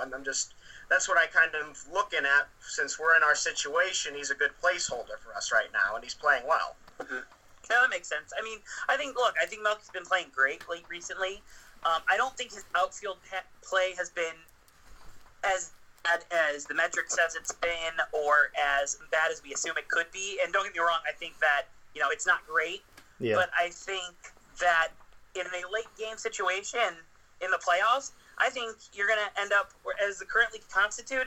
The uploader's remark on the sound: We had some audio issues throughout the show so we apologize!